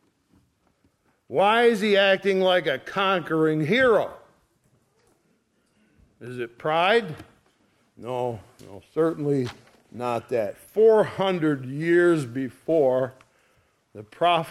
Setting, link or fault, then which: setting, large echoing room